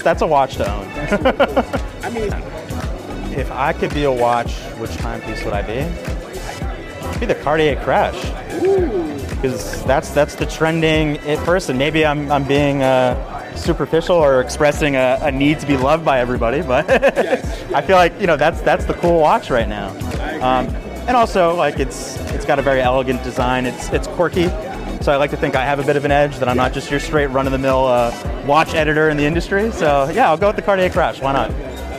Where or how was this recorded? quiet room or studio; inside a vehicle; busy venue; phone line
busy venue